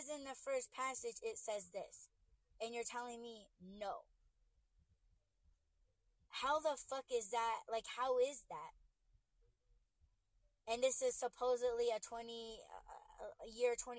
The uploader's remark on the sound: In My Whip. In this podcast, I'm livestreaming using my phone for the first time. It was hard figuring out when listeners are having a hard time hearing you.